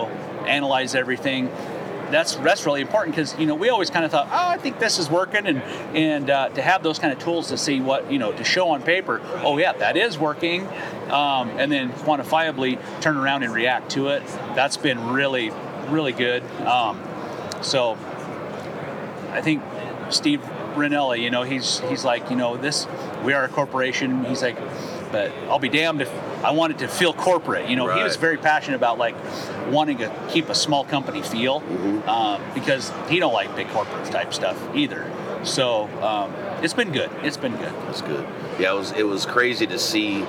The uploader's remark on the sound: Hunt Expo Live From the Initial Ascent Mountain Dude Table. It was so good to be back at the Western Hunting and Conservation Expo in Salt Lake, recording live eps. From the Initial Ascent booth!